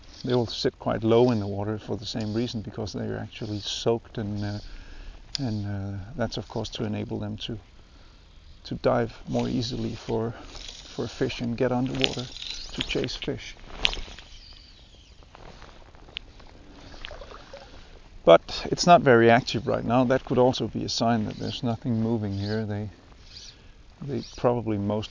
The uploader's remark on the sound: A podcast recorded on a quiet October morning on the Danish coast